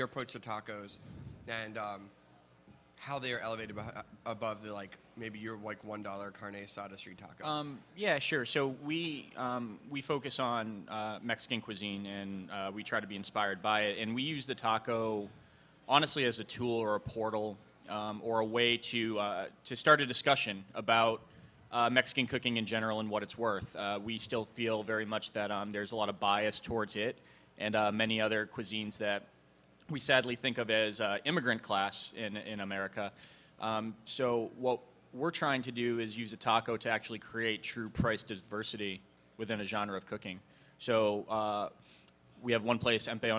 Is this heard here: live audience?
yes